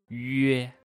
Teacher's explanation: 它是一个搓口呼，就是嘴巴呢成为一个一小撮一样的感觉。